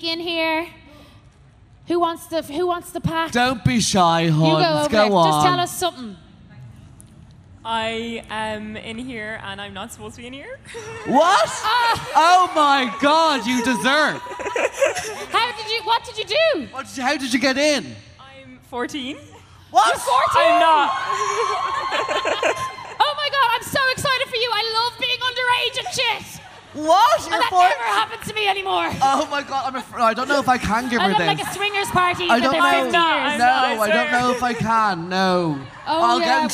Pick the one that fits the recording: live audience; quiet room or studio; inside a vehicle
live audience